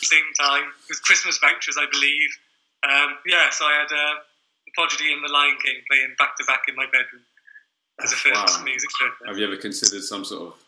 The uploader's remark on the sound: This interview was recorded using Skype.